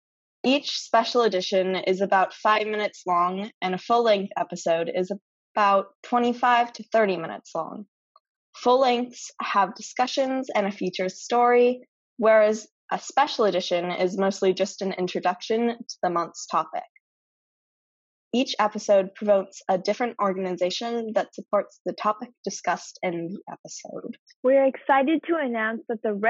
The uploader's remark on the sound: This episode's audio is a bit off due to tech issues